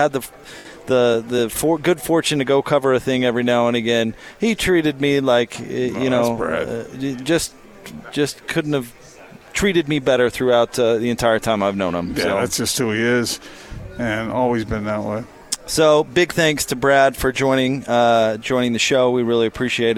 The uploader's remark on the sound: LIVE at Murdock Hyundai in Lindon